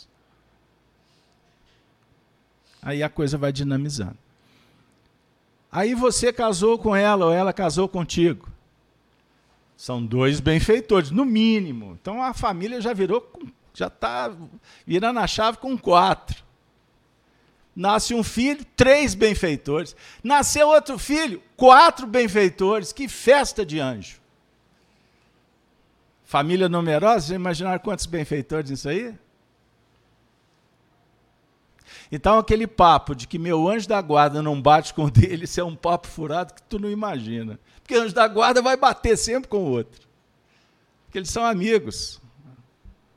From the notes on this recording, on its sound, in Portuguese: Reunião Pública realizada na Fraternidade de Estudos Espírita Allan Kardec com público presencial, transmitida pelos Canais GÊNESETV e RAETV.